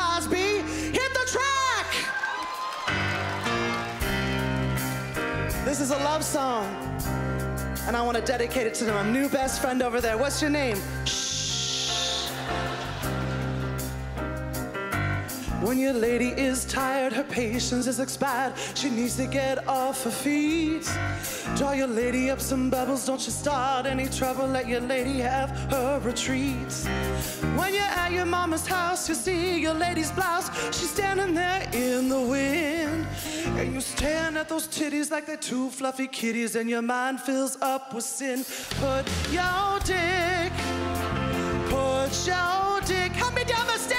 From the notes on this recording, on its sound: stand up from the Just For Laughs Festival in 2015